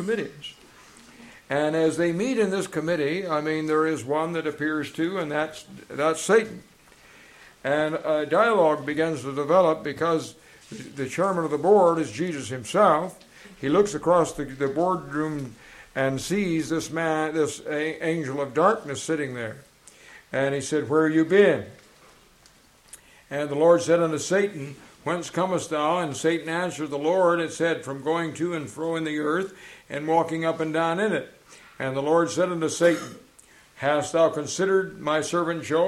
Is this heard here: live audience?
yes